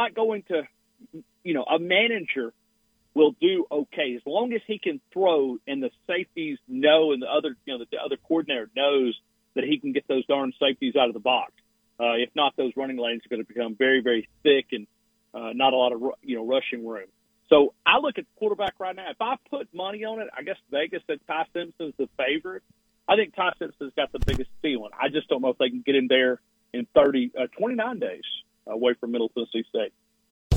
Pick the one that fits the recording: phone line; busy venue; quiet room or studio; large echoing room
phone line